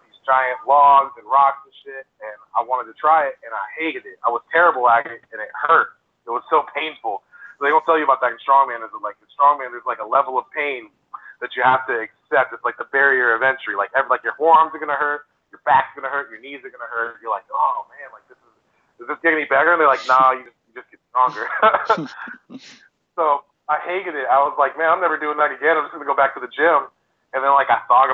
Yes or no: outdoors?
no